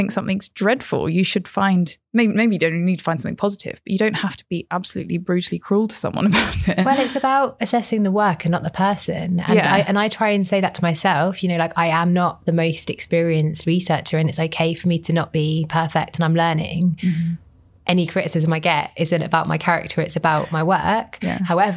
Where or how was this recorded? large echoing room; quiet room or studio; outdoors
quiet room or studio